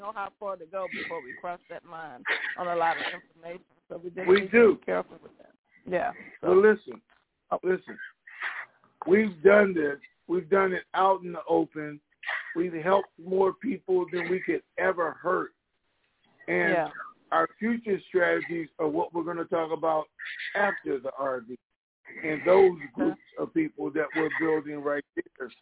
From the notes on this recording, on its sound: TNTSuperfantastic Conference Call